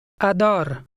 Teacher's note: remembering to slightly roll the final R